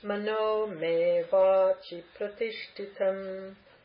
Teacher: And O and A are long. Va is long. · That chi is short, and it becomes obvious when you put it in the sentence.